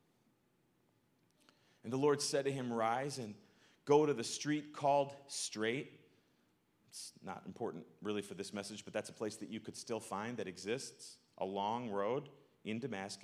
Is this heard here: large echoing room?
yes